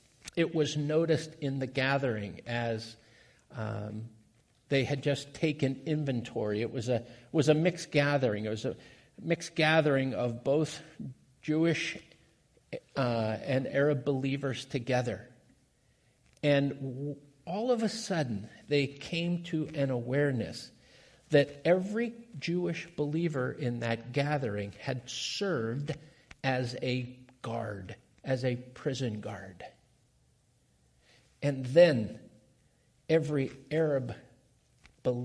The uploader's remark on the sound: Recorded live on Sunday, October 15, 2023